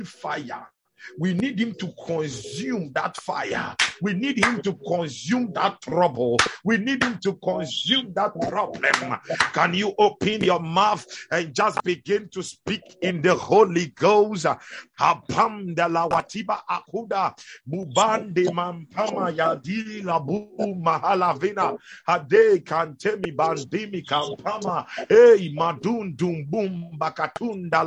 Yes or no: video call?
yes